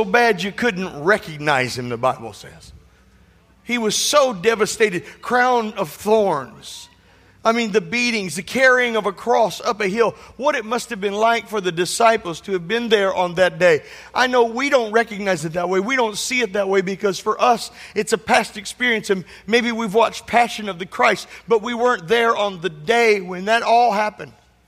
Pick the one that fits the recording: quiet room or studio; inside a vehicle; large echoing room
large echoing room